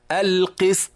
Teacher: هنا السين ساكنة فقط ليس فيها قلقلة، لكن بعدها الطاء مقلقلة · Term: القلقلة